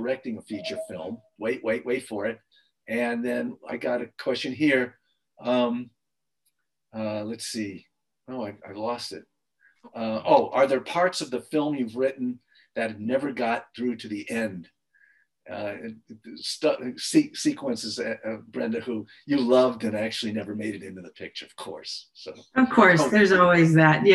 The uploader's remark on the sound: Took part in a virtual conversation. In this online session presented by VIEW Conference in partnership with ASIFA-Hollywood.